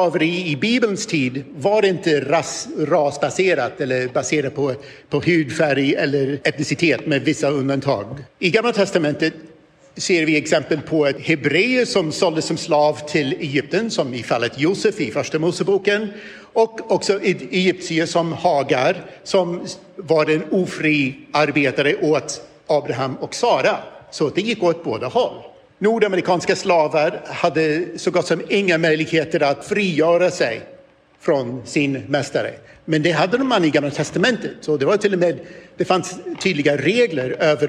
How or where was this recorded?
live audience